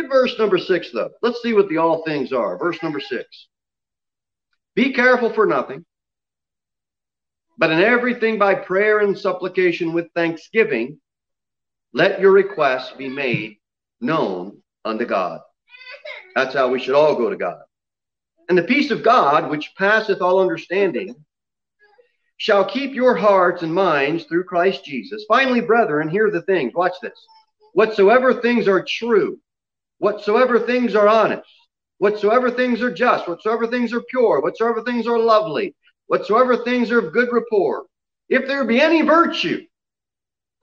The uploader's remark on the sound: Sermon delivered at Pilgrim Baptist Church on Sunday, May 9, 2021, at 11:15 am.